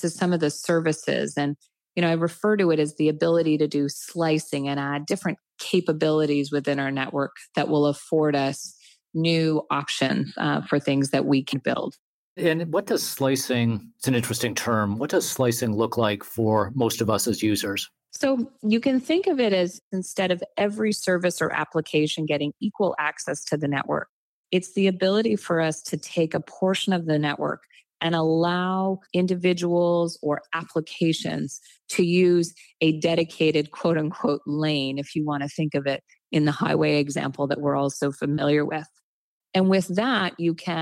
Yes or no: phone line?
no